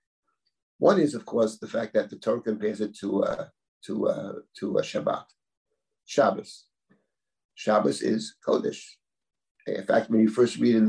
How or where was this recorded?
video call